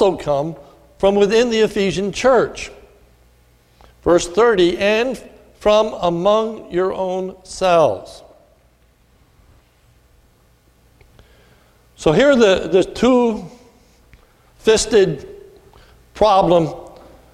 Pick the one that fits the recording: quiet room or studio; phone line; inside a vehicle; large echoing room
large echoing room